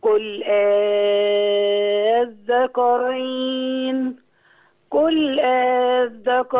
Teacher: عايز آذكرين تاخد حقها ستة